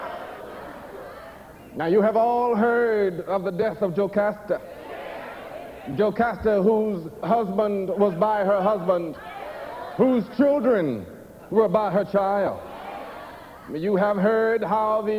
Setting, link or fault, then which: setting, live audience